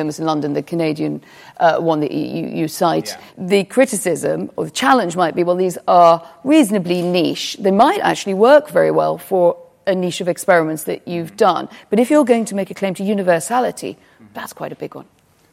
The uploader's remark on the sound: In front of a live studio audience at the RSA in London.